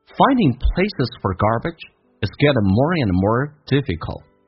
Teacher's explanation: 而且关键是那个 and a n d 可以直接说成一个鼻音叫嗯